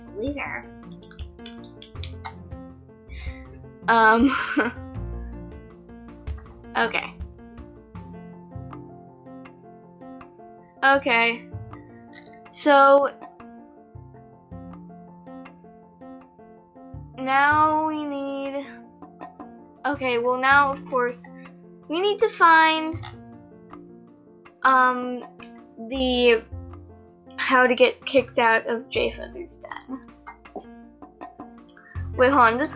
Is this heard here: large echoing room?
no